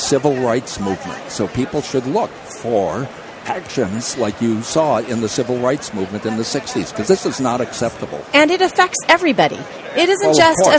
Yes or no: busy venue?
yes